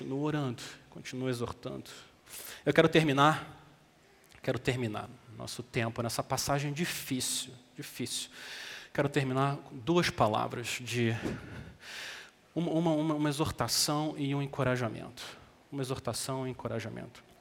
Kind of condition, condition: setting, large echoing room